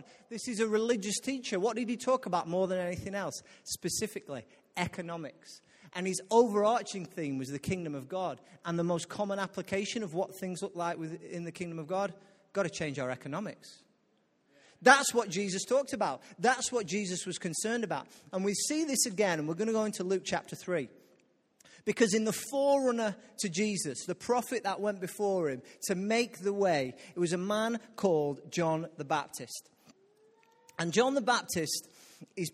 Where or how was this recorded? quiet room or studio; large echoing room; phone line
large echoing room